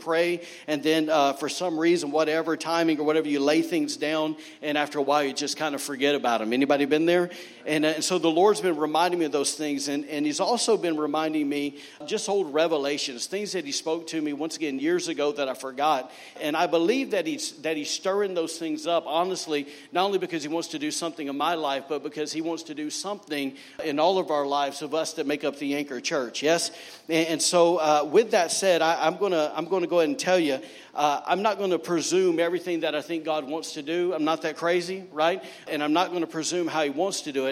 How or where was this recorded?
large echoing room